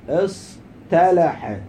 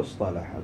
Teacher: وقلبنا التاء فتقلب التاء إلى طاء. لماذا نقلب التاء إلى طاء؟ لأنهما متقاربين في المخرج · Shown in: second take